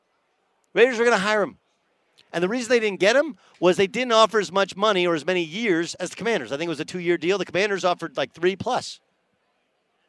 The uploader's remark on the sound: Live at Radio Row at Mandalay Bay in Las Vegas to kick off Super Week.